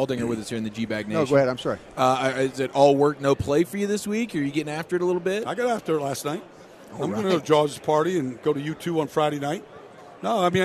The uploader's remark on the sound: Live from Super Bowl Radio Row.